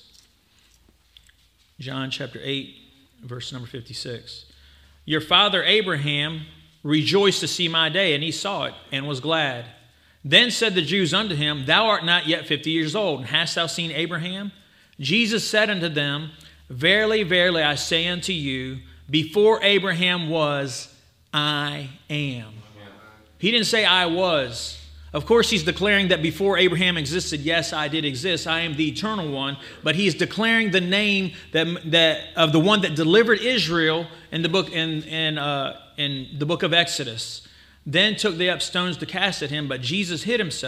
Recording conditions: live audience